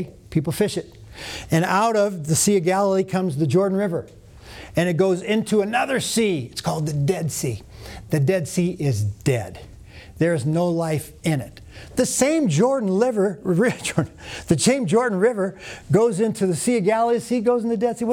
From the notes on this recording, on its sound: Today’s audio comes from the National Disciple Making Forum by Discipleship.org. Faith International University led a track called “Discipling Biblically: The Master Plan Way.”